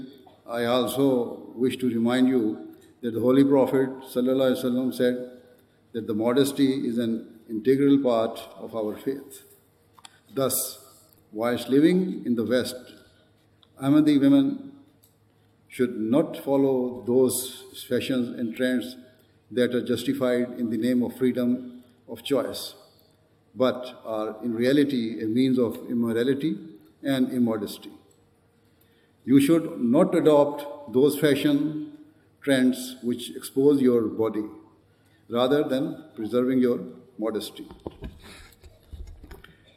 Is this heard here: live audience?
yes